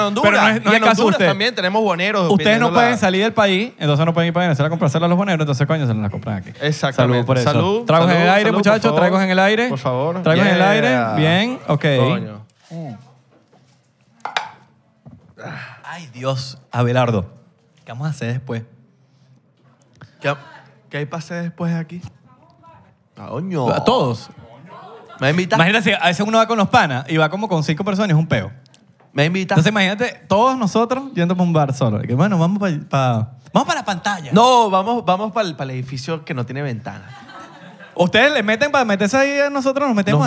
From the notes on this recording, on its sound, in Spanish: En vivo en New York. En vivo desde "Broadway Comedy Club" en la ciudad de Nueva York.